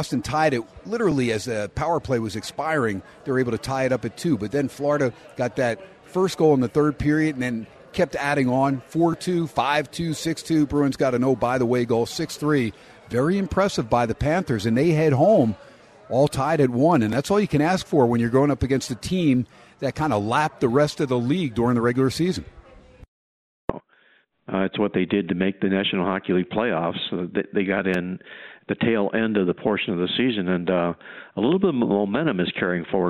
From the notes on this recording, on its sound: SPORTSXRADIO ON HUMP DAY AT STEINERS PUB. "Live" from #SteinersPub. In Steiner's Pub for hour #2.